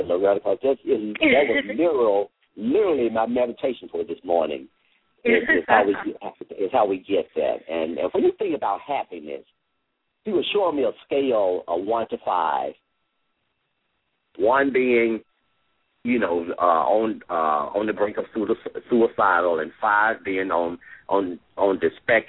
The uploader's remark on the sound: LML uses a progressive live call in format.